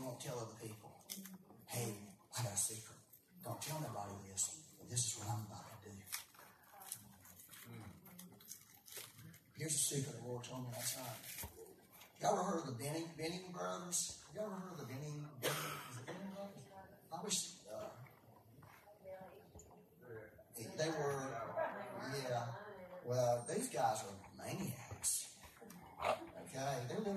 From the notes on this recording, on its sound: Please excuse the poor audio quality. We had technical difficulties and had to use a back-up method for recorded audio.